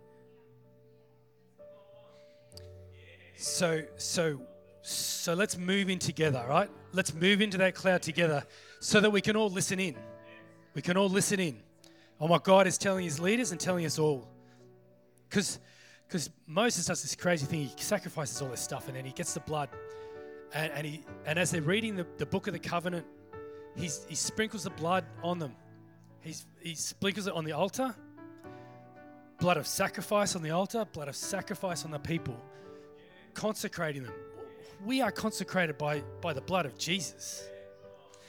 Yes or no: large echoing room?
yes